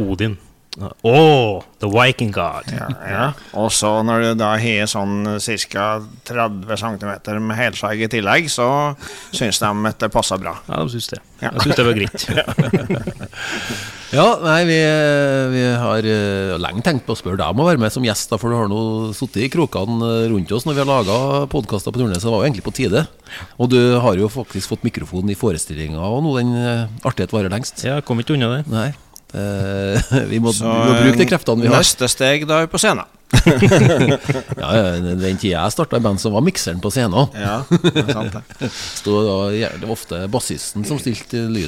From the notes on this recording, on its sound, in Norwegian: Denne Artipodden er innspilt backstage i Meråker.